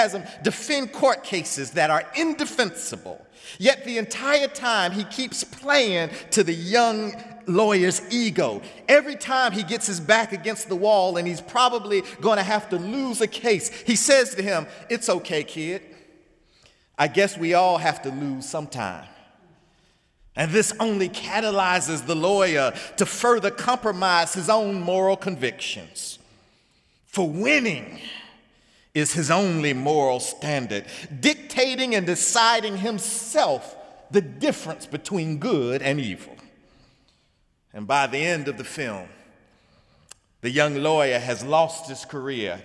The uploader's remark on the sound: sermon on The First Sunday in Lent, Sunday, March 5, 2017 in the Memorial Church